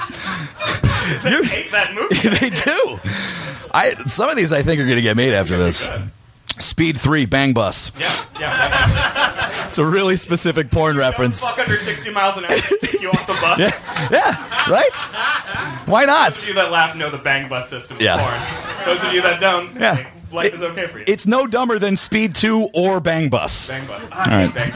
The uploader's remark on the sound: Recorded live at Union Hall, Brooklyn, 3.16.13